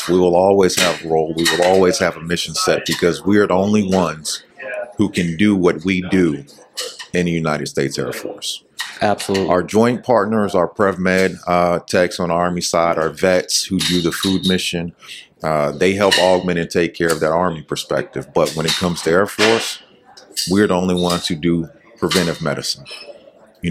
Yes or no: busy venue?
yes